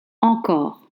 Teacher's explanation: You voice the R sound and you don't stress the E.